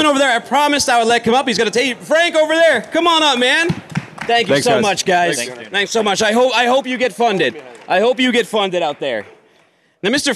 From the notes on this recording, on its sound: Is coming to you live from day at FreightWaves Future of Supply Chain in Cleveland, OH.